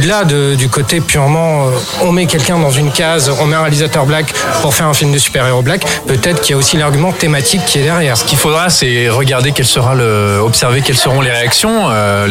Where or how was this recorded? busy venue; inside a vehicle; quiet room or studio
busy venue